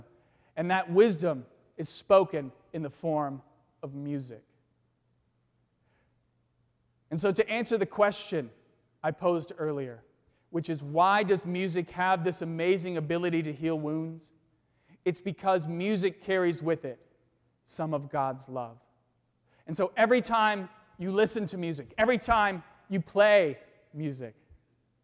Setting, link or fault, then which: setting, large echoing room